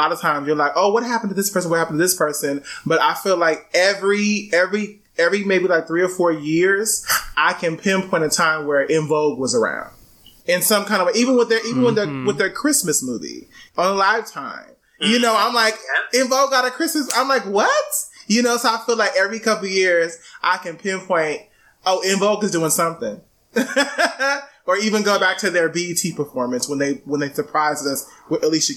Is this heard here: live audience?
no